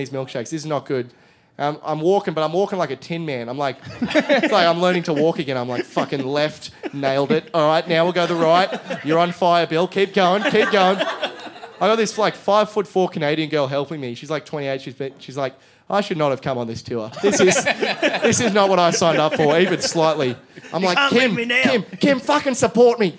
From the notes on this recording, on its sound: Taken from a live Podcast called 'A Shot and a Beer' in Canberra in 2017.